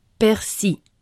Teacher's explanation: les dictionnaires Larousse et Le Robert conseillent de prononcer sans le L